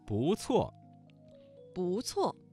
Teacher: 不字在四声之前变成了二声